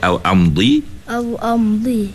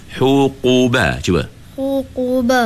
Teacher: Huruf dad tu paling tebal. Jadi au am di, banyak lidah naik, tapi huqu naik pangkal saja.